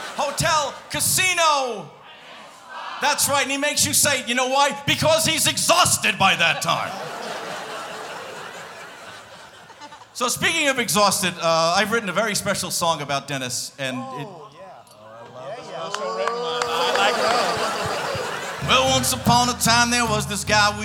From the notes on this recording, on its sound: Live at the SouthPoint Casino